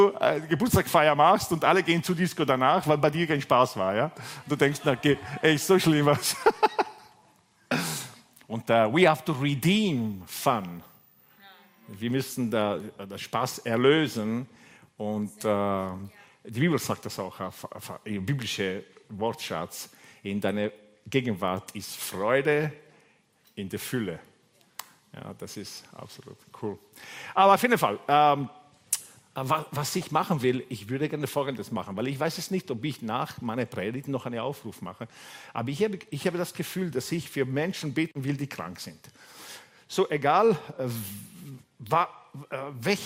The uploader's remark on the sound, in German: Gottesdienst live aus der LIFE Church Wien